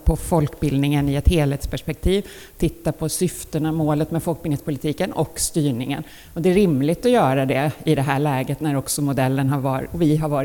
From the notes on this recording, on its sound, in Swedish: Livepodd från Almedalen.